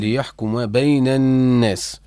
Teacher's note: النون مشددة. مشددة إظهار الغنة فيها.